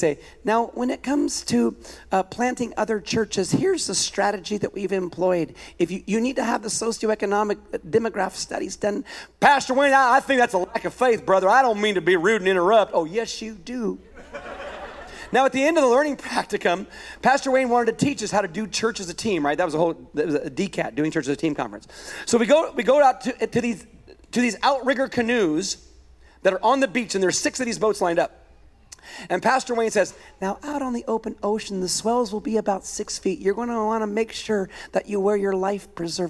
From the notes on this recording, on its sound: A weekend message at Higher Vision Church.